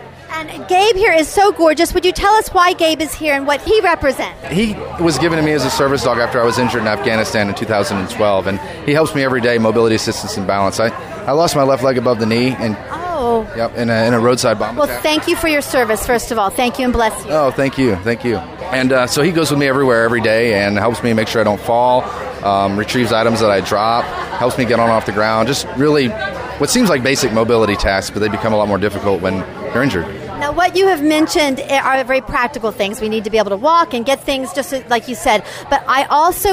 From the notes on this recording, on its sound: live at The World Dog Awards!